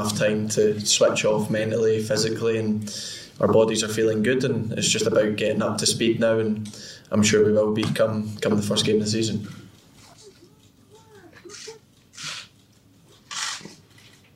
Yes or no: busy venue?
yes